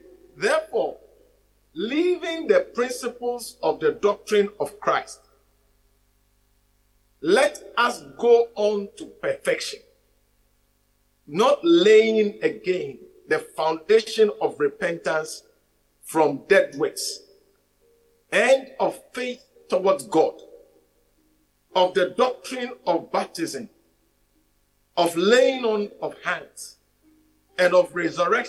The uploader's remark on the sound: message preached at the Living Waters Cathedral